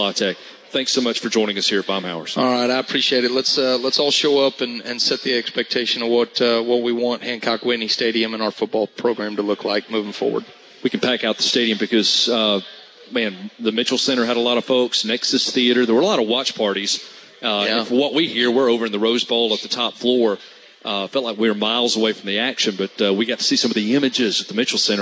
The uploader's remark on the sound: live from Baumhower's Victory Grill